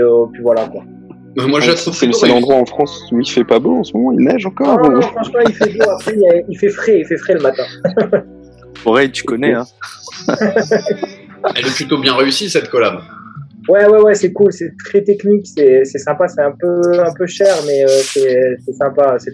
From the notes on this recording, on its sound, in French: Pour ce nouvel épisode Zoom